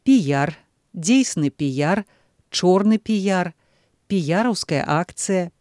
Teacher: У сённяшняй моўнай практыцы пры беларускім асваенні спалучэння дзвюх ангельскіх літар «пі» і «ар» усё часцей атрымлівае гукавую ўстаўку «ёт» з мэтаю пазбегчы нехарактэрнага для мовы зеўрання галосных «іа»